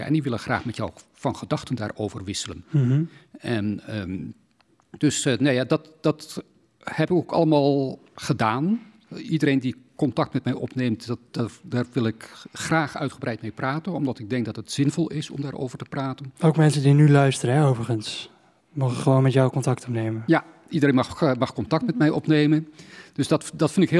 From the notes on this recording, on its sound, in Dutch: We zijn live vanuit theater Frascati in Amsterdam. Een bijzondere locatie voor een bijzondere aflevering, in samenwerking met Frascati dat in corona tijden met hun 'Radio Futura' hun visie op kunst en de wereld de lucht in gooit.